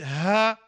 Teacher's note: là on est au plus bas de la gorge